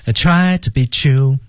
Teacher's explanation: 失去爆破，tried 那个 d 和 t 后面肯定是撞车的